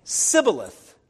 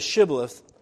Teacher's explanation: the Ephraimites had a distinct accent that shortened the SH sound to sound like an S · Shown in: first take · The Ephraimites say Sibboleth instead of Shibboleth, thus revealing themselves.